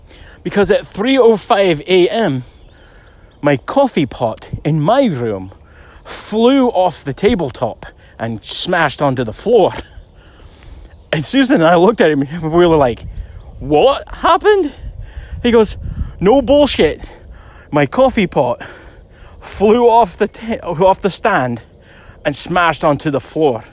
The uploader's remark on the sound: A ghost story recorded on a hike through FW Kent Park.